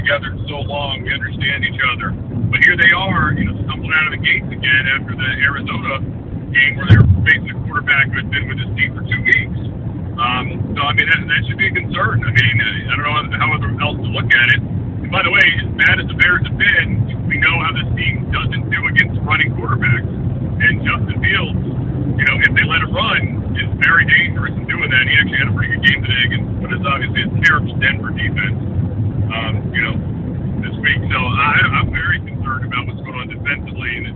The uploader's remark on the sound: Recorded this episode about the Commanders' overtime loss while driving back from Philadelphia. Joining the hands-free conversation from his own car barreling down I-95.